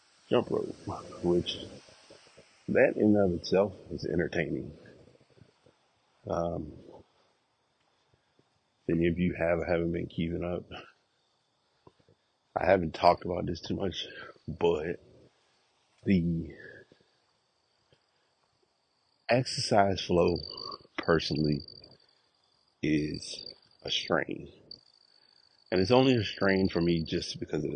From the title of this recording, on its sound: Walk Recording